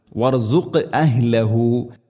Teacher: വർസുഖ് എന്നത് ഖാഫിന് ഖൽഖല, ഖൽഖലയുടെ അക്ഷരമാണ്. ഖാഫ് സുക്കൂനുണ്ട്, ഖൽഖലയുടെ അക്ഷരം. സുക്കൂനാണെങ്കിലും ശബ്ദം ശരിക്കും കേൾക്കണം.